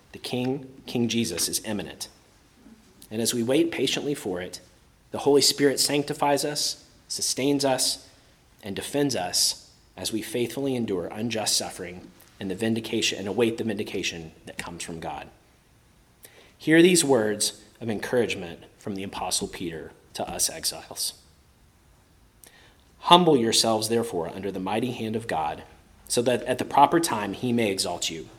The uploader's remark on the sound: Preached at Christ Our Savior Baptist Church.